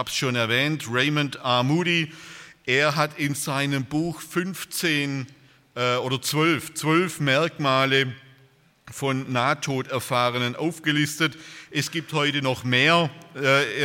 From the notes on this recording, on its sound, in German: bei einer Veranstaltung der Liebenzeller Mission